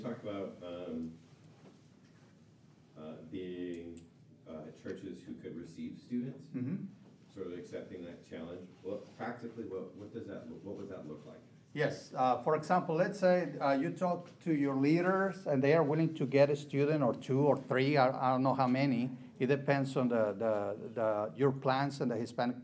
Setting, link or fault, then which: setting, live audience